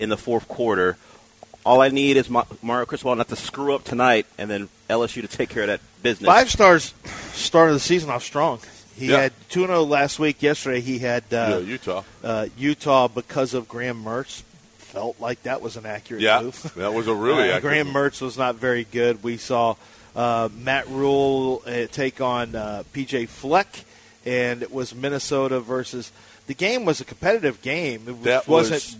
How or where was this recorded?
busy venue